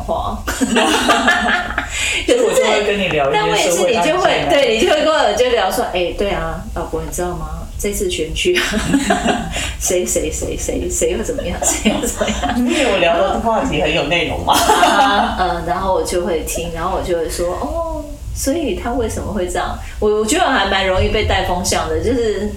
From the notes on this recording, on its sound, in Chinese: 本集錄音出現差錯，導致音質下降還請見諒